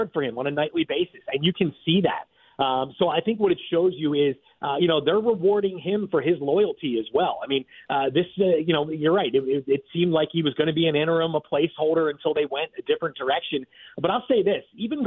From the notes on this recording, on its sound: called into the show